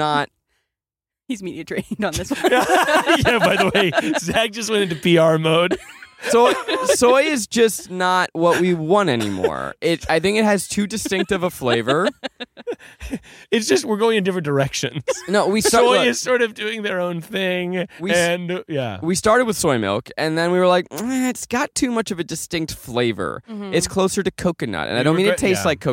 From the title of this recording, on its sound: we did a podcast in the car wash